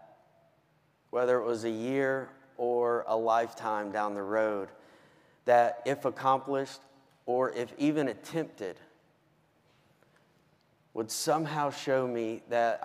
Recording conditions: live audience